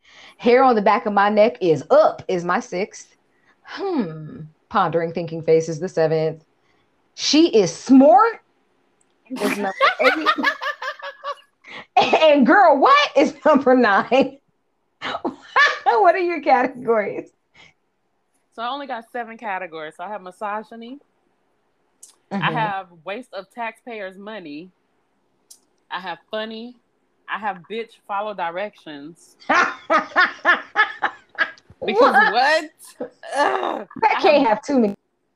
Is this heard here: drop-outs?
yes